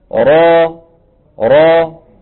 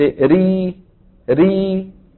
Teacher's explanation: ثم أيضا لسان المزمار يرجع في الراء المفخمة فيحدث تضيق في الحلق، بخلاف مين؟ بخلاف المرققة. لما بتقول انت ري ري ما في تضيق ولا في تفخيم، بخلاف را را.